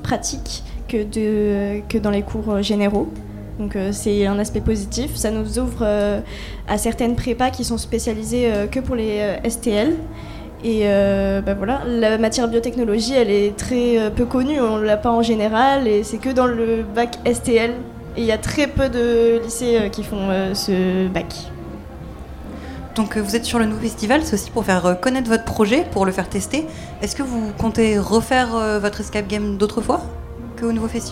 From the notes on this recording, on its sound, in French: Les 10 et 11 mai 2023, Delta Fm est allée au Nouveau Festival à Cenon (33). Delta Fm est allée au Nouveau Festival à Cenon (33) pour donner la parole aux lycéens porteurs de projets, venus présenter leur travail.